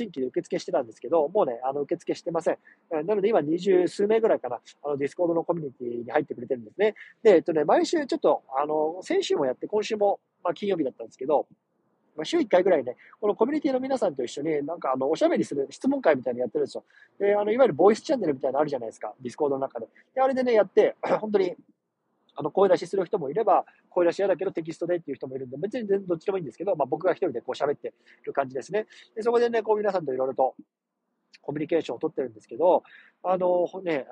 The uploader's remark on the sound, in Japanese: 車の中から収録してます。